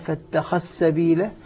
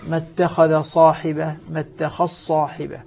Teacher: الذال تدغم في موضعين أو في حرفين الصاد والسين الذال في السين مثل قولي فاتخذ سبيله يقرأها فاتخذ سبيله والذال في الصاد ما اتخذ صاحبة ما اتخذ صاحبة.